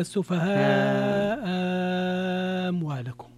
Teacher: هذا يتفقان عليه، لأن الميم الآن أبدلوا الهمزة الثانية ألفا · Term: الإبدال